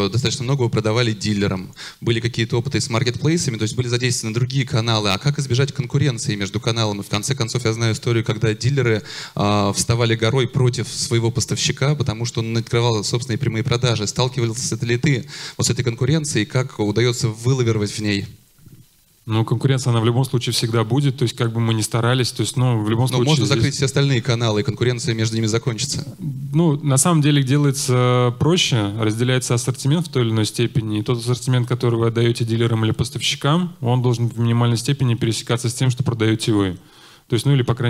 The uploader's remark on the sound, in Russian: Перед вами запись с конференции D2C Day.